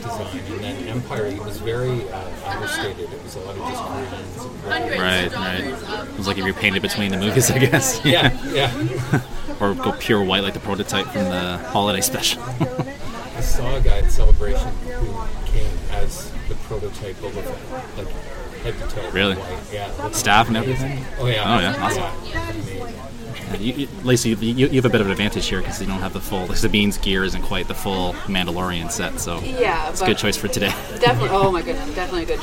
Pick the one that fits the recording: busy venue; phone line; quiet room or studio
busy venue